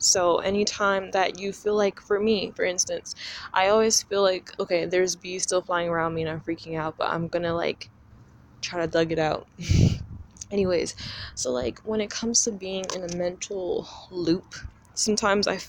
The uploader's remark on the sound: I apologize in advance for the annoying breathing sounds. My allergies were acting up that day so I was breathing through my mouth.